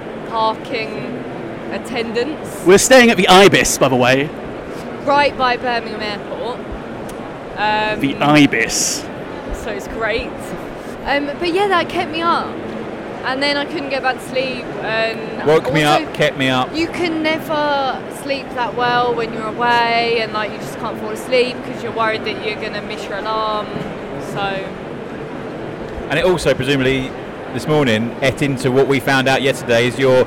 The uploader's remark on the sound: In this live (or as live as we could make it) podcast from the show floor of Manufacturing and Engineering Week.